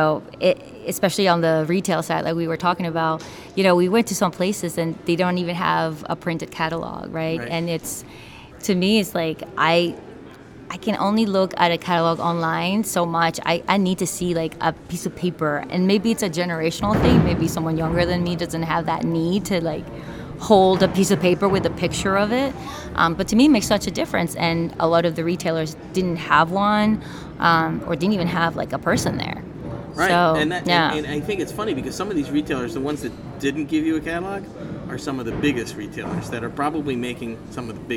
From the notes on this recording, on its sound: Live In Orlando At The PGA Show. Live at The PGA Merchandise Show.